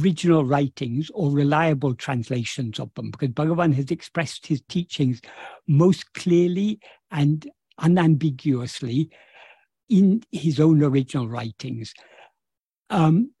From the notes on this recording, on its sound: In a Zoom meeting with the Ramana Maharshi Foundation UK on 29th April 2023